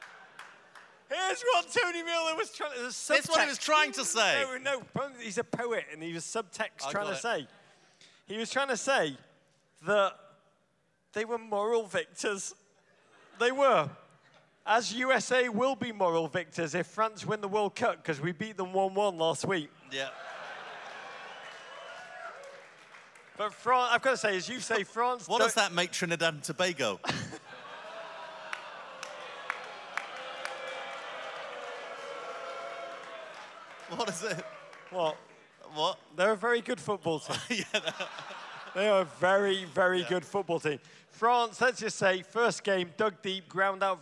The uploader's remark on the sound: Live in Seattle. Rogue State 2018, Live from the Showbox SoDo in Seattle.